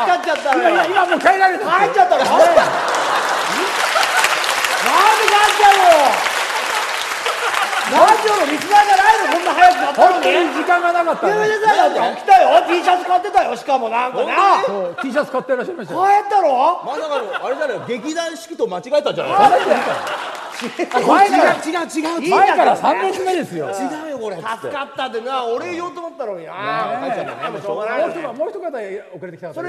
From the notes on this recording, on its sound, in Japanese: 大千秋楽の大阪公演後に公開収録を開催しちゃいました！